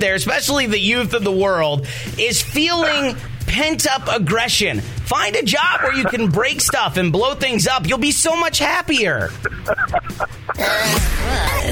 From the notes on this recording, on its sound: I opened up the phone lines today and took calls